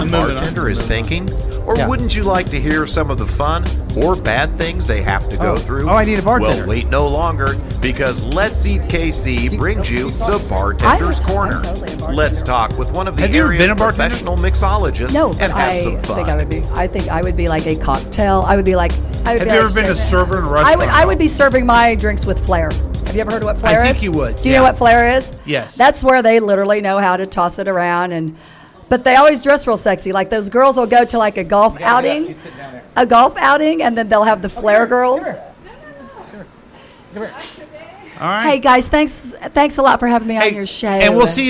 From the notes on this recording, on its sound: Live from The Lakewood Local